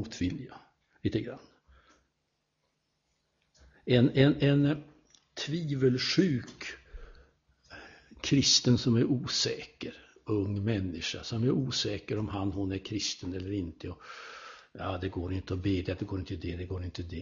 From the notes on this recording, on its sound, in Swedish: Inspelad i Buråskyrkan, Göteborg